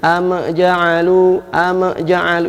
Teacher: Ada beberapa pembacaan yang salah, yaitu mim dibaca dengan ada memantul, ada qalqalah, sehingga dia bacanya am ja'alu, am ja'alu.